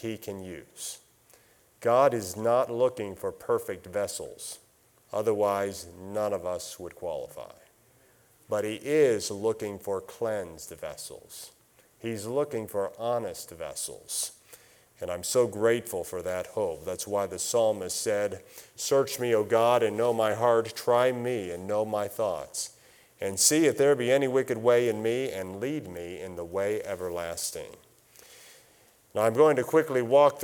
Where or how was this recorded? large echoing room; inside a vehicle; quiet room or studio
large echoing room